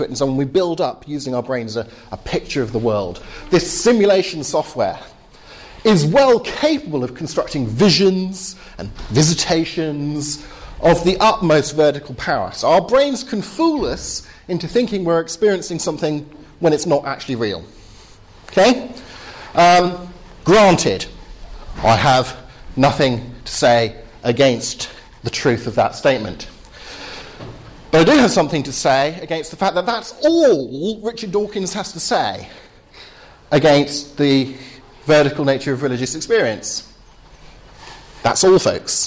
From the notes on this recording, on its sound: Final talk at the Reasonable Faith course, Highfield Church, Southampton.